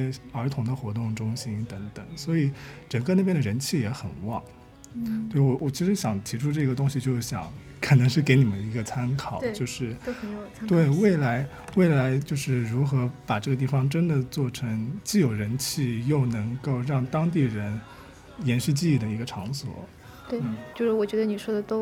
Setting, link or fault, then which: setting, busy venue